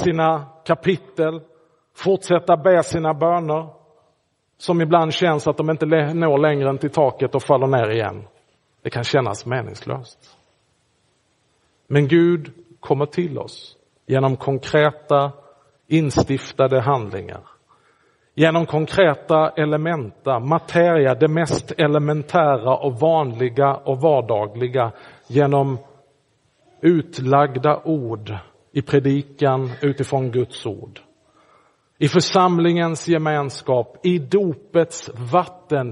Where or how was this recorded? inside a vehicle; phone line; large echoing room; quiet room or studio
large echoing room